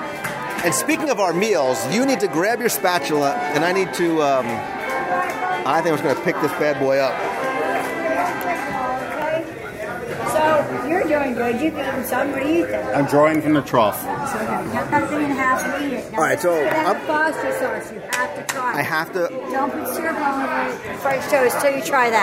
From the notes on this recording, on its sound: Live restaurant review of the Whispering Canyon Cafe. Join us virtually around the breakfast table for our live restaurant review of one of Walt Disney World's most fun, engaging, well-themed, entertaining and delicious experiences - the Whispering Canyon Cafe at Disney's Wilderness Lodge.